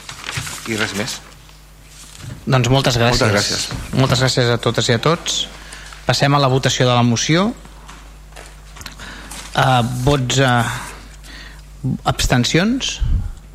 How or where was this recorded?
large echoing room